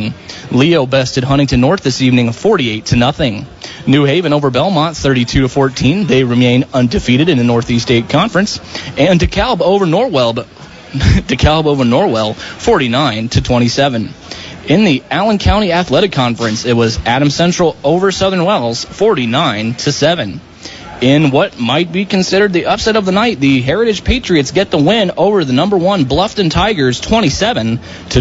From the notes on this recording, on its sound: The Indiana Physical Therapy High School Football Postgame Show LIVE at the Pine Valley Pizza Hut